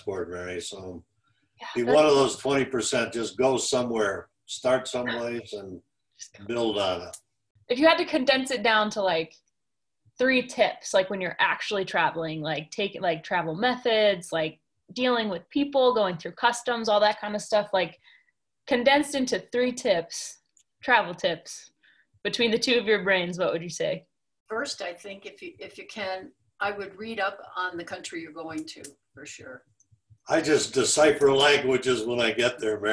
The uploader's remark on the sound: I sat down over Zoom.